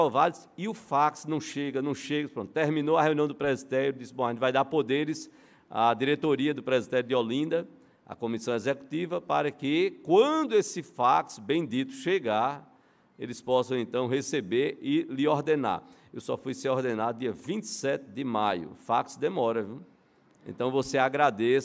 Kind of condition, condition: setting, live audience